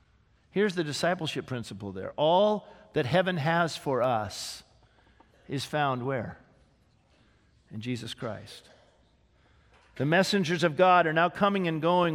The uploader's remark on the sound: This sermon was originally preached on May 6, 2018, at Grace Baptist Church in Santa Clarita, CA